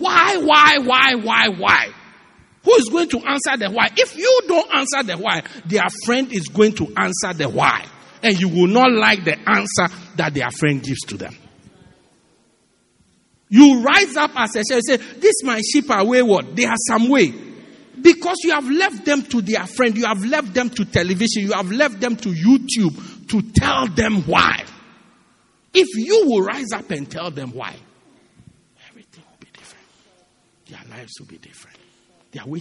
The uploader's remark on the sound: Preached At Christ Our Hope Cathedral, Pietermaritzburg, South Africa